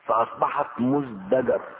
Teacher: وأصل الكلمة مزدجر بالتاء، والتاء حرف مهموس، والذاي السابقة لها حرف مجهور، فأبدلت التاء بالدال القريبة منها في المخرج وكي تتناسب مع الزاي في الجهر